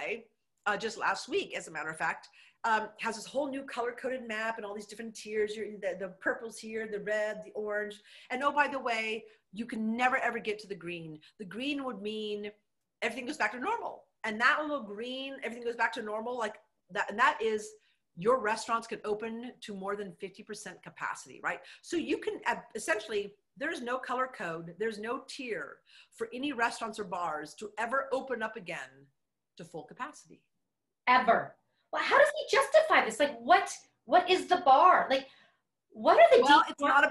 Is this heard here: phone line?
no